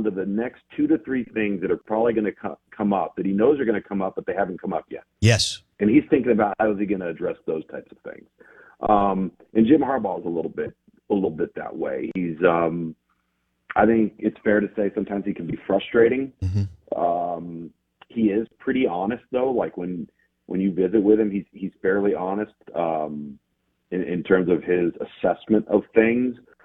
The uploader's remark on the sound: Joins the show on the Farm Bureau guest line talking all things in the NCAA live in the BankPlus Studio.